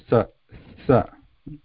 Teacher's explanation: the tip of the tongue goes behind the teeth, the top teeth, Sa, but there is no complete touch. The warm breath has to come out. · Term: dantya